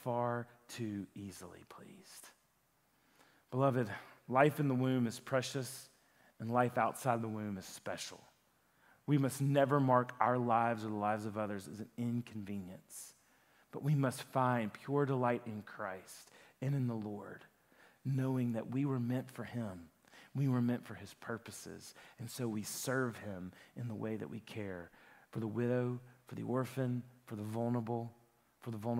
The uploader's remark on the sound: a sermon that he preached at Lifepoint Church